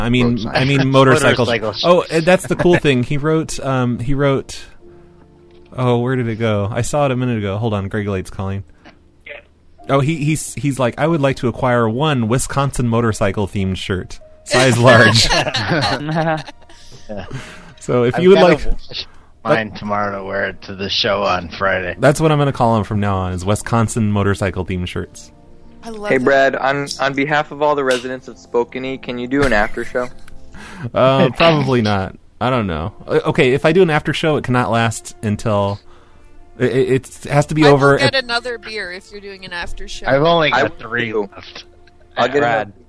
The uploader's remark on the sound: Prank Phone Calls